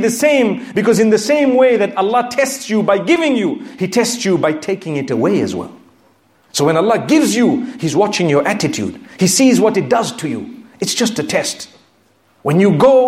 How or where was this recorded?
large echoing room